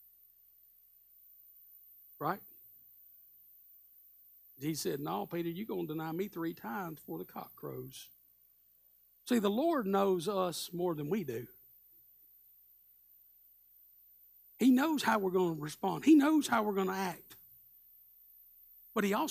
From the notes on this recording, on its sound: Live Sunday Morning Service